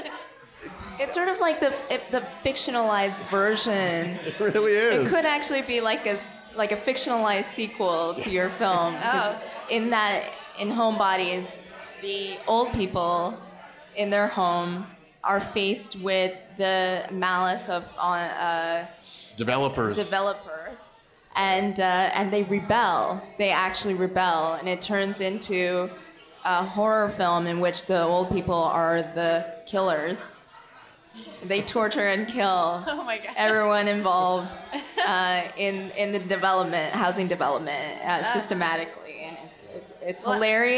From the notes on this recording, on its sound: Live From True False 2017. The True/False Film Fest in Columbia, Missouri. Film Comment traveled to Columbia for a long weekend of documentary and essay film—and hosted a festival recap at the festival’s traditional closing-night spot, a waffle bar that doubles as a music venue. This special live edition of the Film Comment podcast.